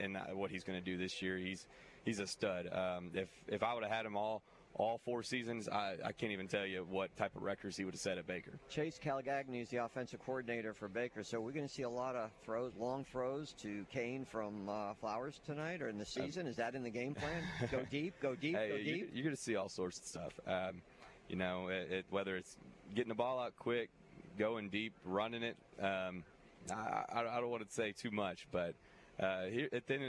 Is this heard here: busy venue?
yes